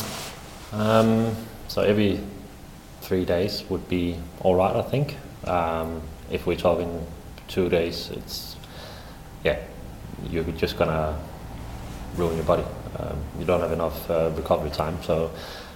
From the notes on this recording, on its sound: Press Conference. Spoke to the media at Coopers Stadium today.